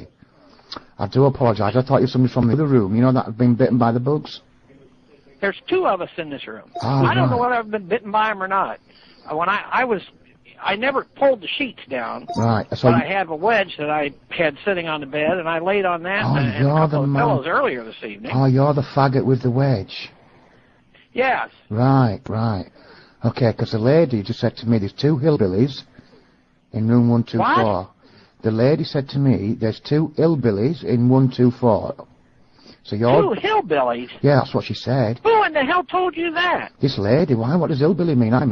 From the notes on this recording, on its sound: Prank Phone Calls